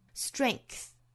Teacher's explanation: It comes from an indomitable will.首先我们做英音的语音讲解，那我们来看第一个要注意的词哈，就是 strength 这个词，我们早读经常出现，中间包含的这个字母 G 呢，对应到发音之中是一个清辅音的 k。很多同学可能会疑惑啊，为什么字母 G 明明对应的应该是一个 g 的浊辅音，为什么这里发的是清辅音呢？因为我们看到后面哈，其实是一个清辅音的 th 的发音。这个时候在单词内部其实也是会有一个清辅音的一个影响，前面的浊音因为受到后面的清音影响，做浊音清化了，那这个 g 就发成了 k 的发音了